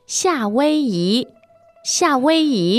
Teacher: Now the tones there are fourth, first, and second.